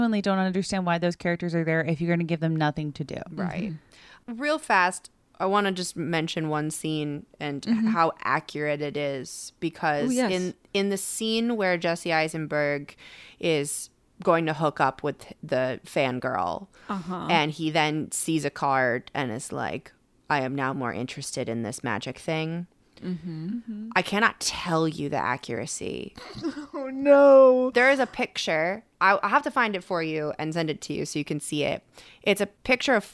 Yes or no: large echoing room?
no